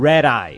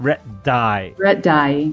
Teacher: é quase como se o D virasse um R